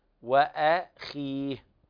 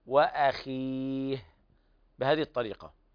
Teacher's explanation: كلمة وأخيه في خطأ شائع عند عامة الناس، يفخمون الهمز وأخي، لا هذا خطأ، وأخيه، والخاء هنا أقل مرتبة في التفخيم